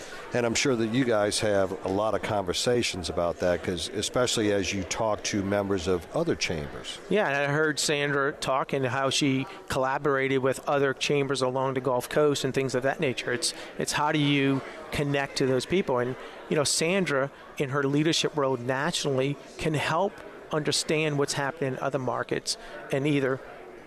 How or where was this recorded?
busy venue